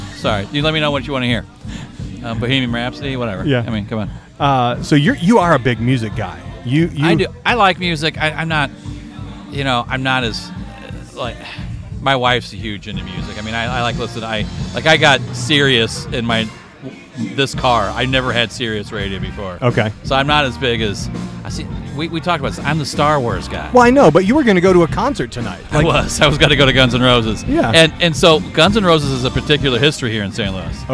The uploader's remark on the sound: Live From The Primo BBQ Bash. I had the chance to sit down in person at the Primo BBQ Bash event.